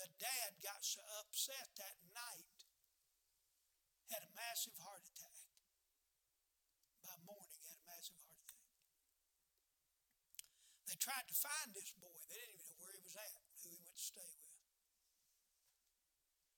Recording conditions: large echoing room